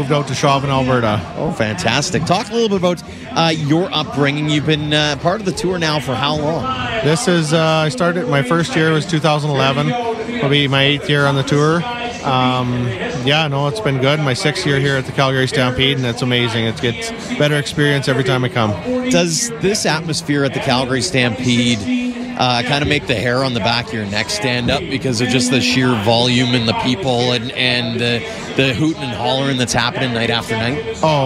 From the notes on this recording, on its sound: We're live today from the Calgary Stampede Tarp Auction.